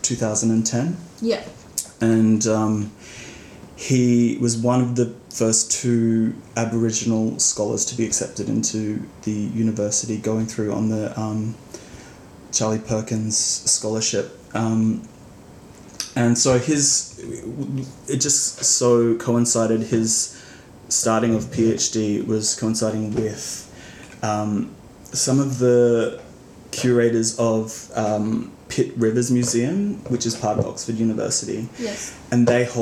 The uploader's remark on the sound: As this episode was recorded in my kitchen, there were some unavoidable background noises.